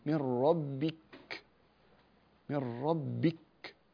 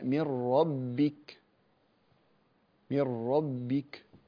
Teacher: الكاف حرف مهموس يظهر همسها في حالة إسكانها · Shown in: second take · وأنت قد وقفت عليها وبالتالي تسكنها لا شك، فإذا وقفت عليها وسكنتها أغلق المخرج ثم اتركه، هذا هو الهمس، ولا تتكلفه، بحيث إنك لو تكلفته تنقلب هذه التاء إلى حرف مشدد.